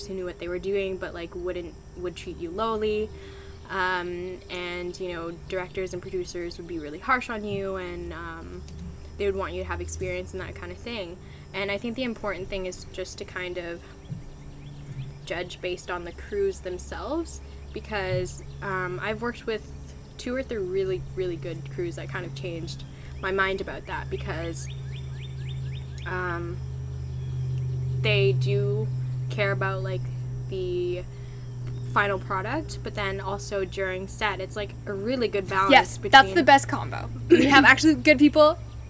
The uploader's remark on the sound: This one was filmed in the garden mentioned in Episode 3, so there are some nature sounds.